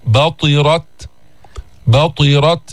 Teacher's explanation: جاءت الطاء مكسورة، ما بيروح كل التفخيم ولكن في أدنى المراتب · Term: المرتبة الخامسة